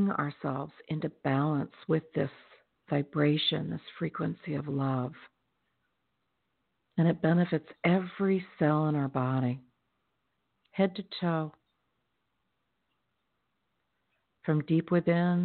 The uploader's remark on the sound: in response to callers' questions